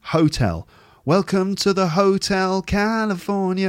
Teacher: He says, the musical meter or rhythmic structure employed in the chorus of … dictates that the word hotel is stressed on the first syllable, thus overriding the actual word stress